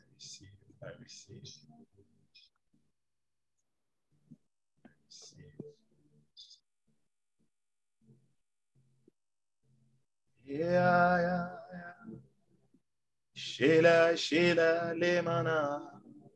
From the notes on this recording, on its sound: Zoom meeting